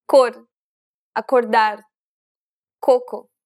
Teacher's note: this is an unaspirated sound, meaning there shouldn't be a burst of air when you pronounce this consonant